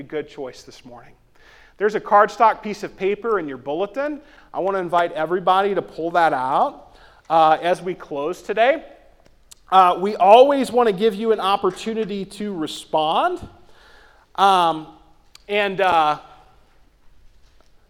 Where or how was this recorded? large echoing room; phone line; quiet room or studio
large echoing room